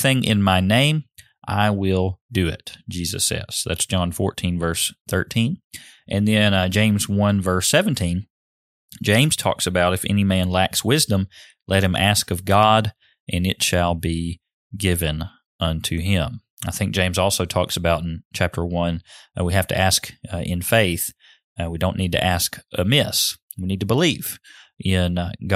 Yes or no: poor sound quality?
no